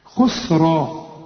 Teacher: فخم الراء قوي لأنها إيه مفتوحة، كل راء مفتوحة في القرآن مفخمة، وتكون إيه في التفخيم أكثر لأنها بعدها ألف.